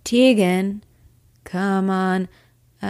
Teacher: dragging out the last word in this incredibly creepy sing-song tone, his voice had also changed.